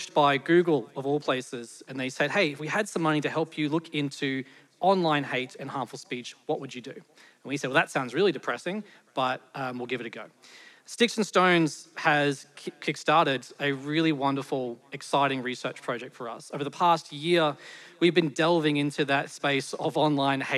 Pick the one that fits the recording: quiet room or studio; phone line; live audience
live audience